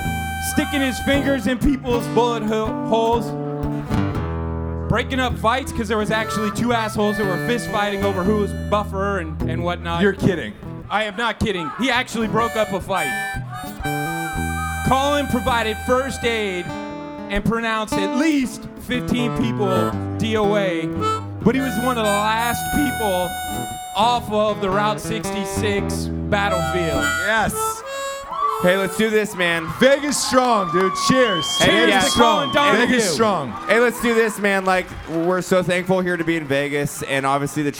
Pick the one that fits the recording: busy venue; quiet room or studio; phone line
busy venue